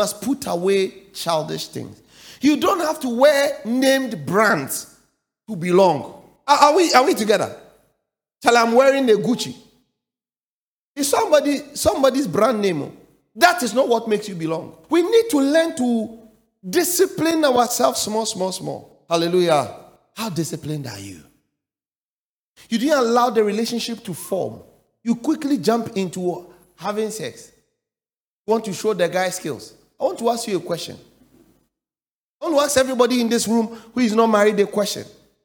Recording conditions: large echoing room